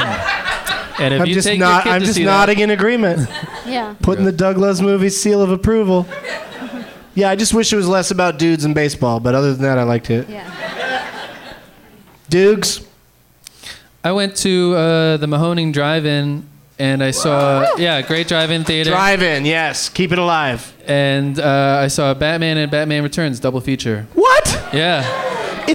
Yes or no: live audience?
yes